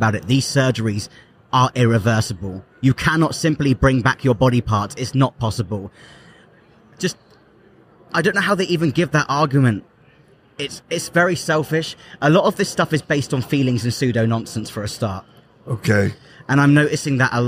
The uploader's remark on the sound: Live at AmFest